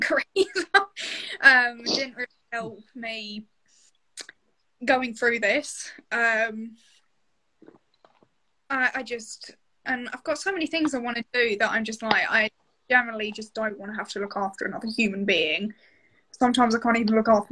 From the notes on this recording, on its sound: in an Instagram Live